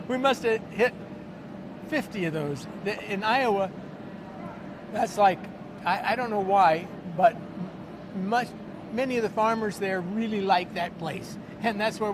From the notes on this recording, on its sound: on location at the Western Conservative Summit